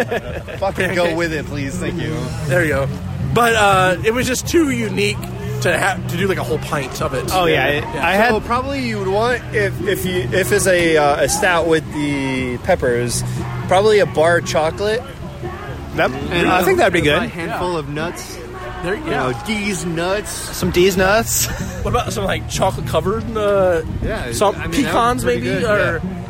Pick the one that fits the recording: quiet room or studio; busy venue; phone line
busy venue